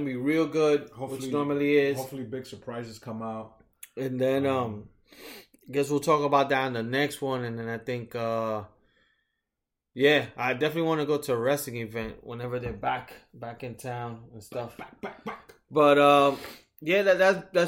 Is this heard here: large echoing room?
no